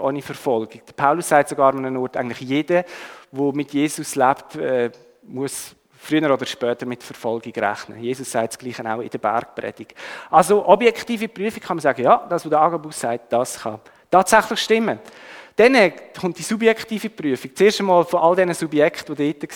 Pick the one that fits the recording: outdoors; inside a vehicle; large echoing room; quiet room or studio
large echoing room